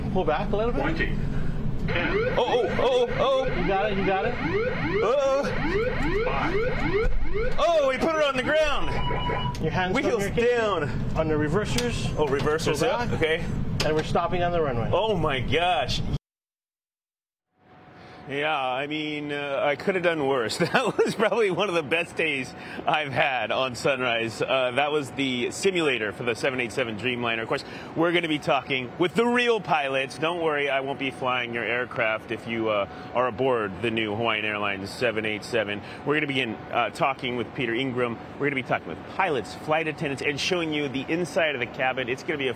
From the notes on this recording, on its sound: live from the airport in Honolulu this morning